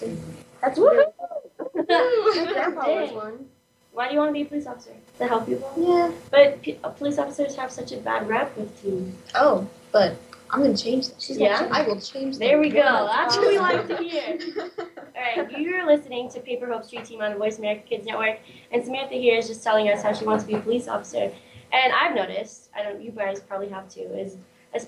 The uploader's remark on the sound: On location in a small remote town in the northern part of our state, we took our show live! The recording quality is rough and the conversation is raw as Paper Hope Street Team meets the teens and new Voice America Kids radio hosts at Round Valley High School in Eagar Arizona.